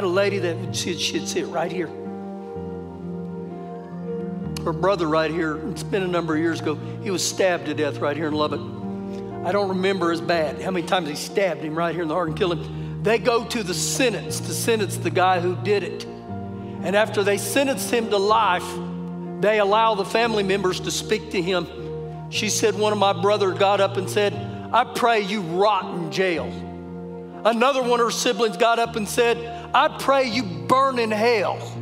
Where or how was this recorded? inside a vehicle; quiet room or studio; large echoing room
large echoing room